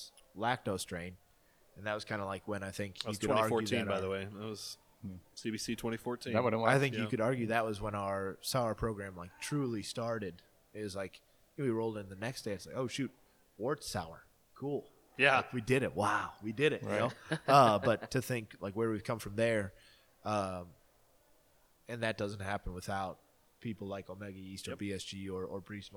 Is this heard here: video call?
no